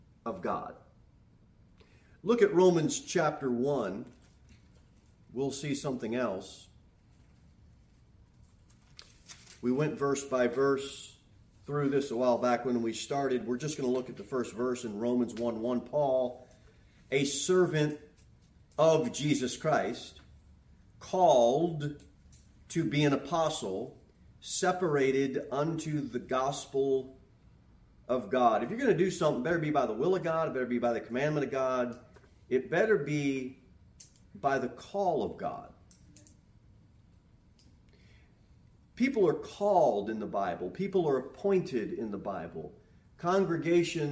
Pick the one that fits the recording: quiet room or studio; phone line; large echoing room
large echoing room